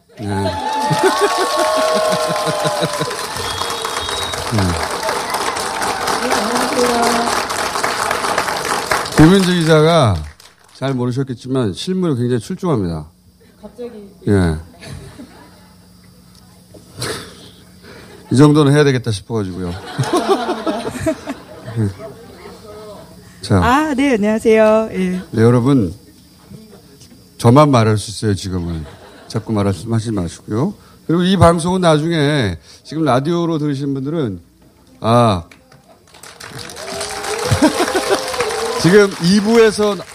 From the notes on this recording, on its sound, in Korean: 특집공개방송 꼭두새벽 라이브. 잠깐만 공연.